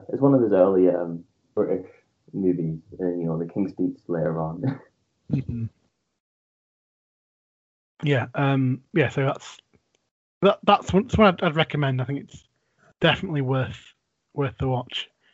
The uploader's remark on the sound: our audio has taken a slight drop this week due to a few technical difficulties